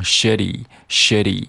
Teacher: 通常会把它进行一个跳音的一个处理，把它读成 shitty，shitty。听起来呢，有点像 shitty。有点像的这个音，但是其实是舌尖的一个迅速跳动产生的。Shady，Shady，那它的意思呢，就表示坏的、不好的、让人不舒服的。比如说你的朋友不听你的劝告，啊，不小心伤害到了自己，那之后呢，来找你哭诉，那你当然